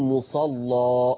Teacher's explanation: فتح ذات الياء ما يمشيش عليه الا تغليظ اللام، بدليل ان انا بقول مصلى غلظت اللام وفتحت، مستحيل لام تتغلظ ويجي معاها تقليل ابدا. · غلظت اللام وفتحت ذات الياء